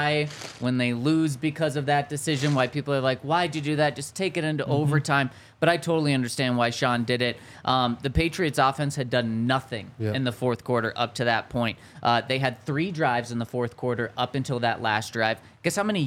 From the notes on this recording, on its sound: coming to you LIVE from the DNVR Bar